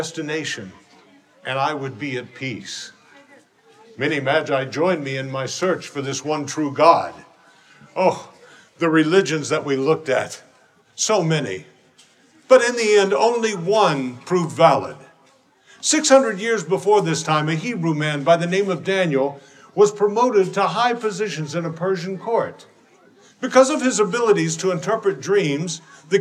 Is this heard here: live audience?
yes